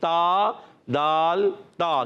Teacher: زبان کا سرا اوپر کے دانتوں کی جڑوں سے لگتے ہیں تو ادا ہوتے ہیں تین حروف · Term: حرف نطعیہ